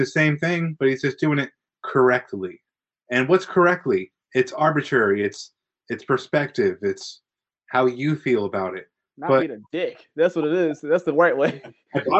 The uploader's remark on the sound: Recorded on Riverside